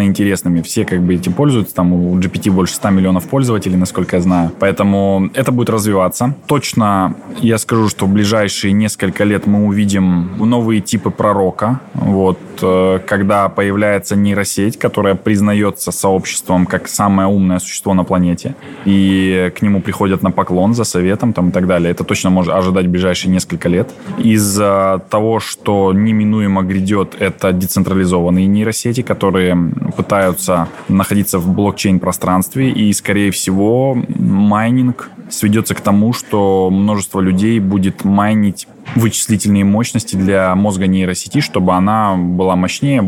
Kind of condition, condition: setting, busy venue